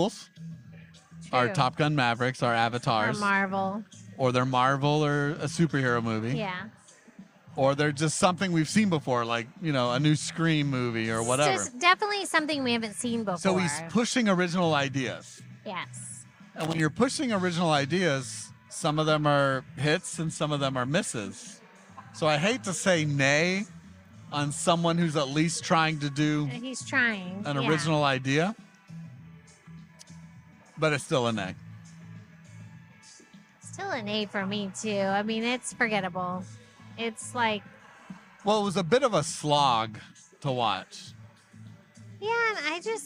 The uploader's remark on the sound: This episode was recorded at Common Dialect Beerworks in Tampa, Florida